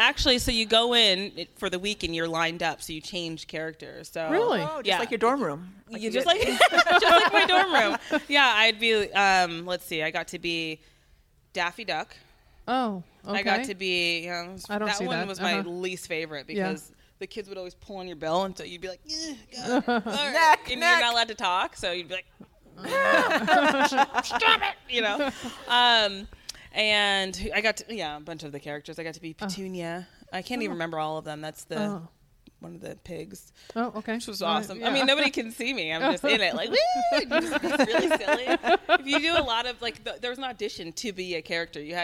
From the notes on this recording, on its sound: Live at GU HQ. Recorded live in front of audience from the headquarters of GU Energy Labs in Berkeley, California.